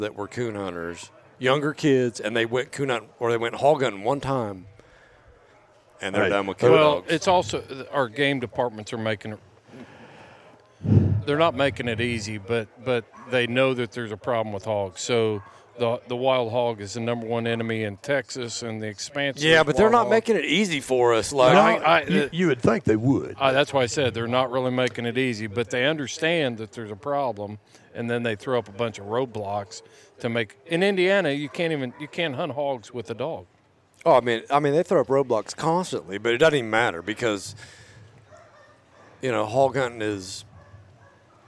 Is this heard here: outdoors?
yes